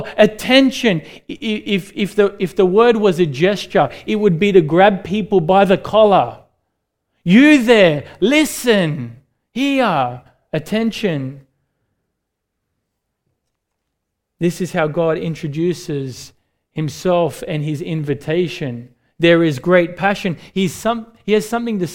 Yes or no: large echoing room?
yes